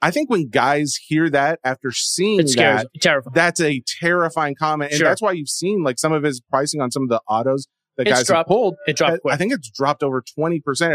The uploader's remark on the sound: Live From Seattle. For this pod they’re live from Flatstick Pub!